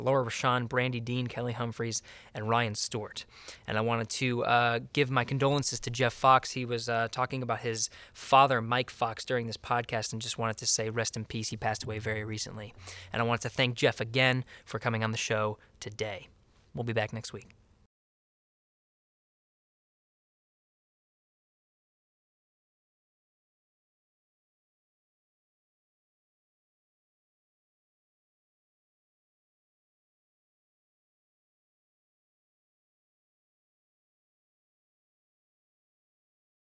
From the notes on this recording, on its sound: the actual audio from inside the Orion capsule during its first flight